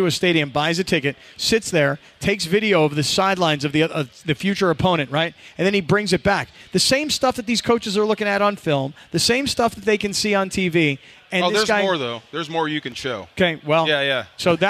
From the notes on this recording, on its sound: We're live from Yaamava!